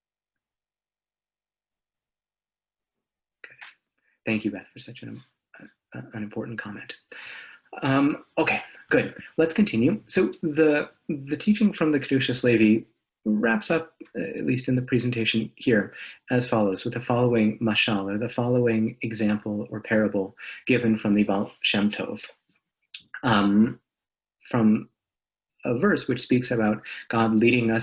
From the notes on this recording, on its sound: This audio was originally captured from Zoom